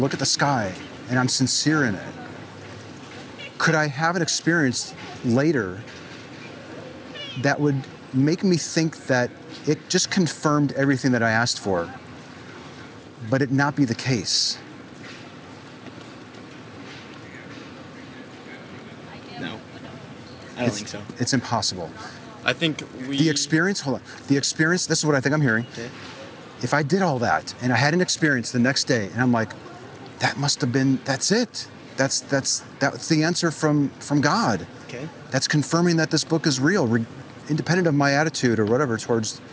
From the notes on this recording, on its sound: Location: San Antonio, Texas. Recorded w/Go-Pro.